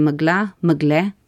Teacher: Kar pa se tiče steze, je tako, da ta beseda spada v nek naglasni tip, ki ima kar zapleteno zgodovino, mi rečemo temu tip megla, ko je naglas v nekem obdobju pač prešel na zlog pred koncem besede, vendar v nekaterih narečjih, kot v gorenjščini, še vedno naglašujemo na koncu